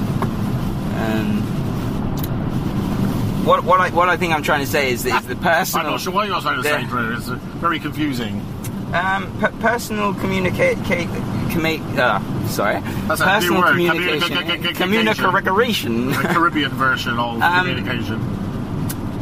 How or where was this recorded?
inside a vehicle